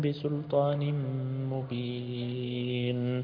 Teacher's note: هنا تنوين وبعده الميم والميم من حرف الإدغام بغنة فتدغم هنا النون في الميم بمقدار حركتين